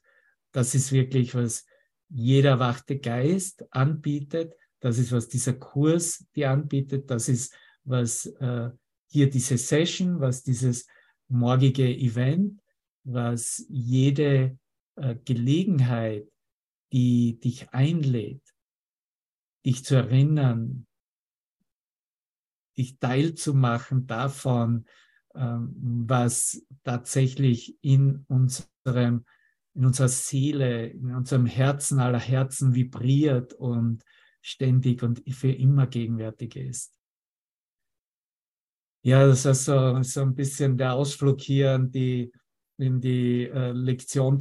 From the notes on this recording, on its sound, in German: Zoom-Session. Veranstaltet von der Aleph Akademie.